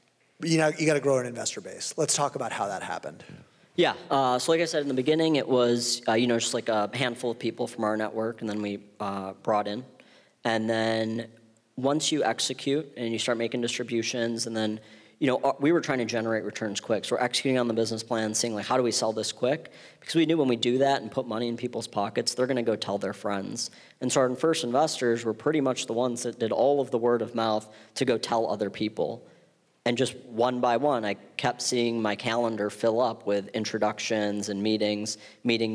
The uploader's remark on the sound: on stage at Re-convene '22 in Santa Monica